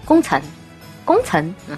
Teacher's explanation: 四川话有一个特色，就是没有翘舌音